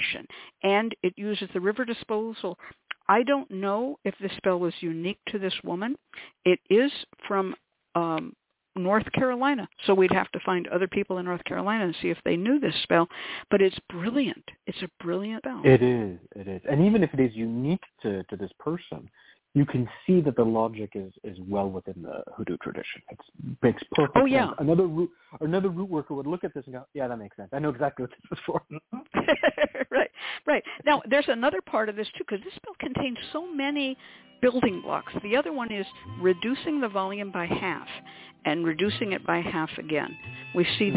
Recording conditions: phone line